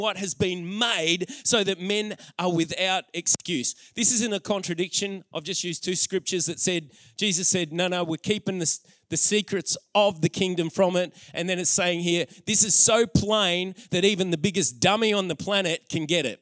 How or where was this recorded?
live audience